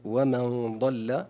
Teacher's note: بتفخيم الغنة في قول الله عز وجل: ومن ضل، لأن الضاد من حروف التفخيم والغنة تتبع ما بعدها تفخيما وترقيقا